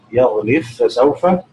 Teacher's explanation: وأدغم الباء المجزومة في الفاء في مواضعها الخمسة